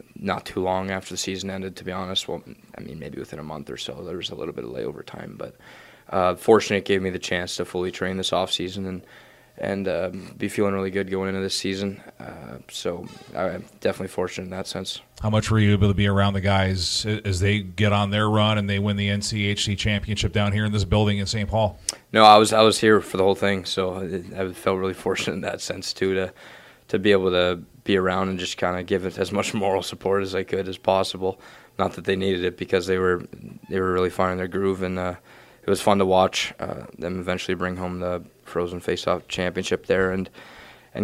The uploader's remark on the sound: While at NCHC Media Day on Wednesday, we recorded.